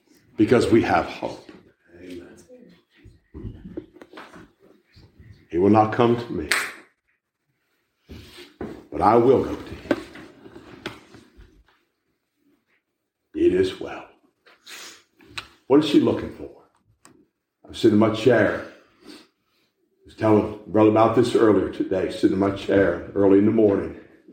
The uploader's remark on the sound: A message that was preached at the Manassa Community Baptist Church in Blain, PA in November 2022.